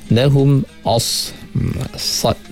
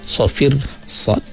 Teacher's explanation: pada huruf sad yang mati kita keluarkan sikit angin